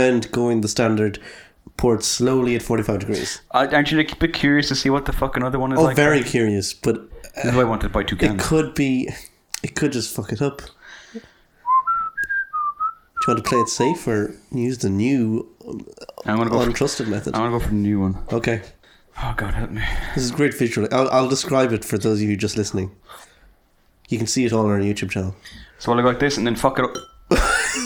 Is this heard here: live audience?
no